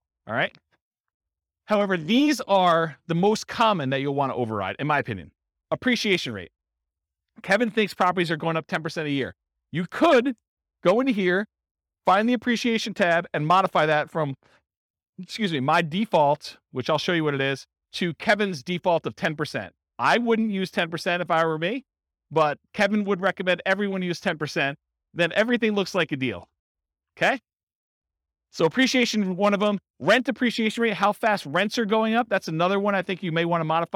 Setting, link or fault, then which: setting, live audience